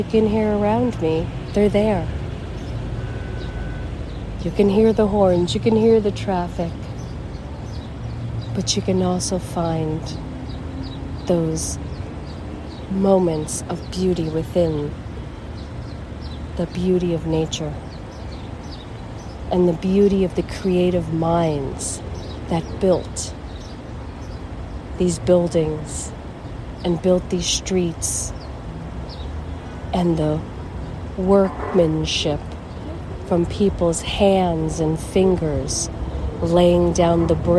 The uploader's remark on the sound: LIVE from the famous steps of Philadelphia. Outside the Museum of Art in Philadelphia, Pennsylvania, USA. This is a special on location Walk and Talk of our Mindfulness Summer Tour 2022. This is Eakins Circle, a fountain, statues and a view of the famous steps. You can listen to the cars, see the art work around and even sit beneath the trees and listen to the birds.